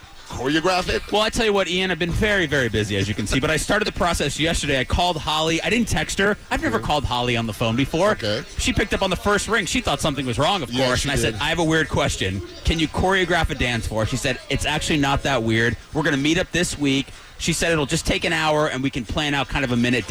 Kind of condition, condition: setting, busy venue